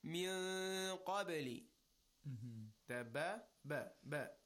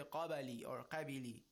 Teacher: There is a small echoing sound. Make sure you don't give it a haraka. You don't give it a vowel. · Shown in: first take · You don't say qabali or qabili. · Term: sukun